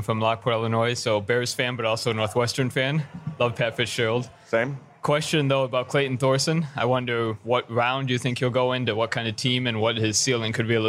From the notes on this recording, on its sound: Live from Honeyfire BBQ in Nashville, TN. (plus the crowd).